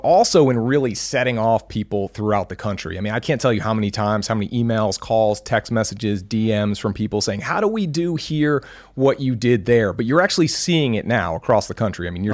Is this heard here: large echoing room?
no